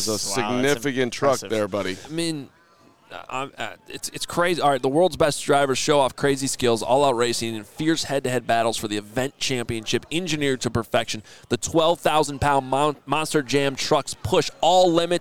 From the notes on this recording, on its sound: LIVE FROM THE NFL COMBINE.